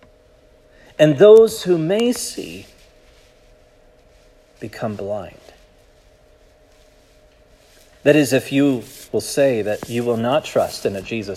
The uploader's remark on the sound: This sermon was preached at Providence Church